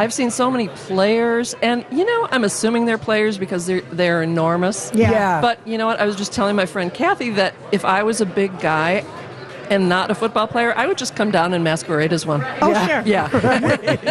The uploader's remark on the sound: Live at the AC Hotel!